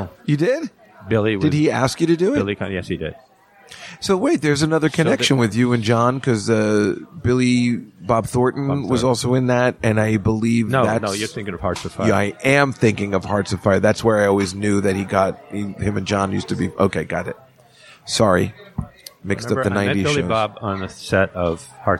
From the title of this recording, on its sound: Live From the Comedy Cellar